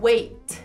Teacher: No inglês norte-americano, a gente vai interromper e soltar um arzinho quase que mudo, é, interrompido. E no inglês britânico, eles continuam pronunciando um T normal. Então, por exemplo, a palavra esperar, aguardar, no inglês britânico se diz wait continua fazendo esse som, wait.